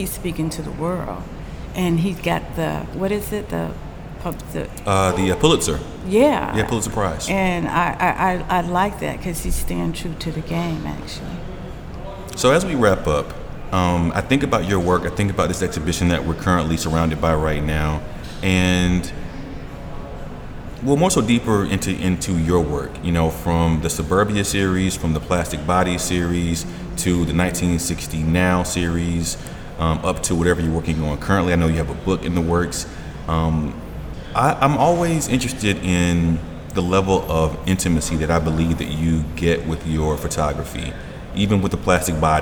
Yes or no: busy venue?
yes